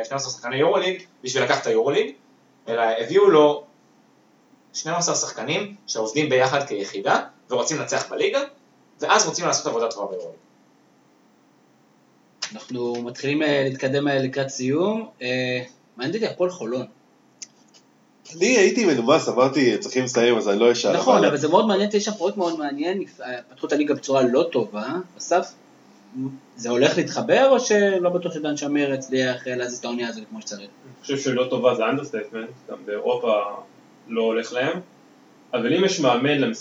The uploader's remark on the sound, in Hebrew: האחראי סאונד הקבוע של הפודקאסט נעדר אז תסלחו לנו על הירידה החד פעמית באיכות הסאונד.